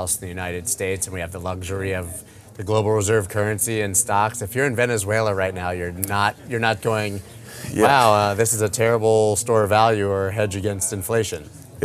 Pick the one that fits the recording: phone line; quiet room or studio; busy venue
busy venue